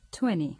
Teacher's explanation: Como dato curioso, los alumnos notarán que un hablante británico seguramente pronunciará la segunda t de algunos de los números de las decenas en su forma de consonante explosiva, mientras que un hablante americano tendrá más tendencia a pronunciarla de una forma más suave con un sonido parecido al de la R española